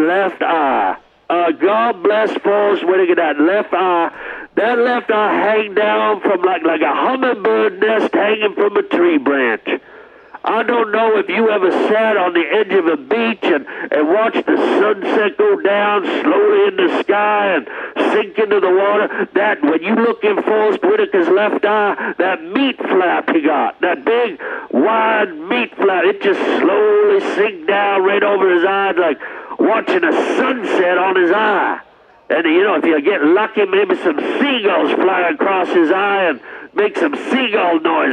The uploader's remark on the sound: Listener phone calls.